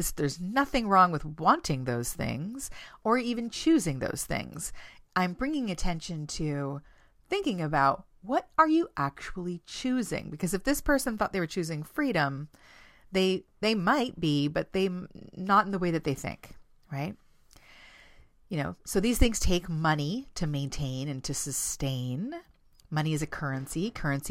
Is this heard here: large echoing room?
no